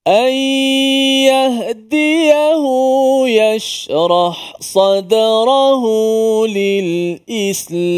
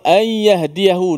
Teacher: Nun tu dimasukkan ke dalam ya dan suara gunnah itu kekal di hidung. · Term: idgham ma'al ghunnah